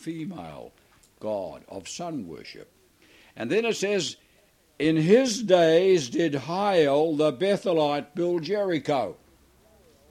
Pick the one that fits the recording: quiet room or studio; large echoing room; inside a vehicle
large echoing room